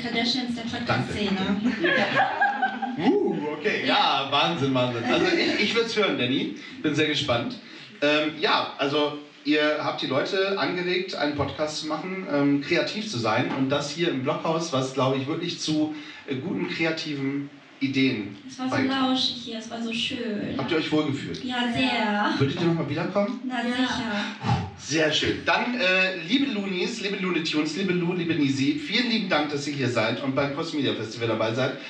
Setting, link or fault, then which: setting, live audience